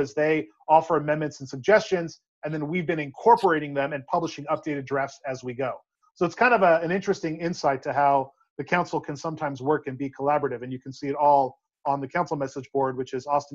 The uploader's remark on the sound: This episode was recorded remotely